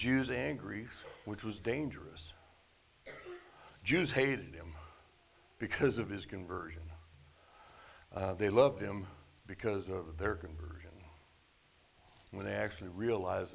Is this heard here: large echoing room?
yes